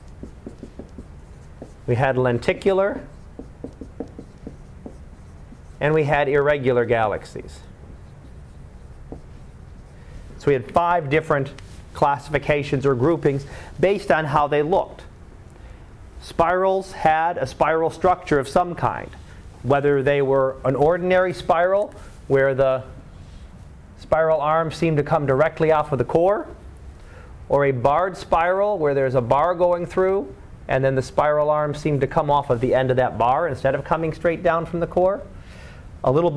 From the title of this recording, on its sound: Live Class Lecture